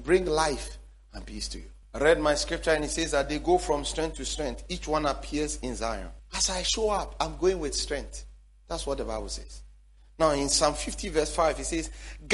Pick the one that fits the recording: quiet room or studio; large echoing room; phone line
large echoing room